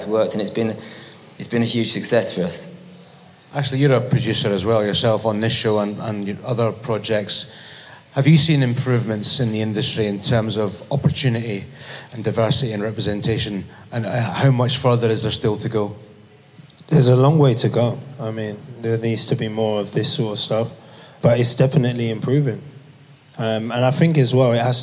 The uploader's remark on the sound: In this panel conversation we hear from Top Boy’s top table. A live recording from Top Boy Live, a day of talks and workshops supporting the next generation of British talent in film, TV, music and beyond.